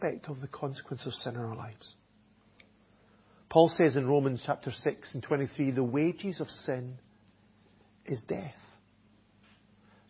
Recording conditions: large echoing room